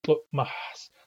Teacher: when it takes its ending, it becomes tlo-mahs with a glottalized M